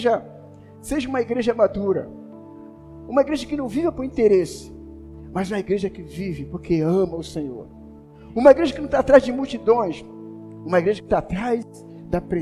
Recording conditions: large echoing room